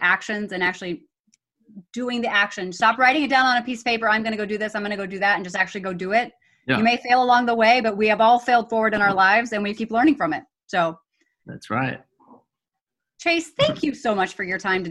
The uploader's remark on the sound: on Zoom